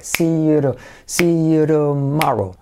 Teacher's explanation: Nos acostumbramos a hacer la T como una R suave